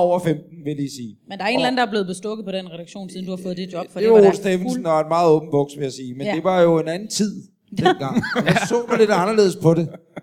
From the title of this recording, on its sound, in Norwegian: LIVE fra Comedy Zoo